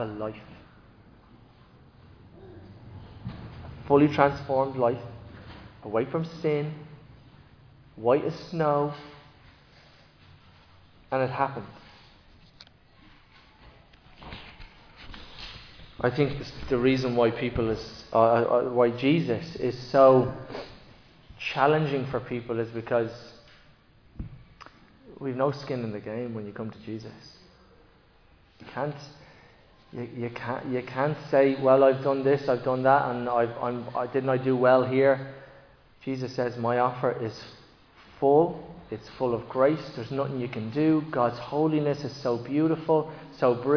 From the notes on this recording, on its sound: Recorded live in Liberty Church on 15 October 2023